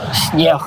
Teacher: снег і «С» мягкая, і «Н» змягчаецца, і на канцы яшчэ «Г» ператвараецца ў «Х» – снег. Але так, гэта вельмі асіміляцыйная мягкасць, вельмі такая адметная рыса беларуска маўлення.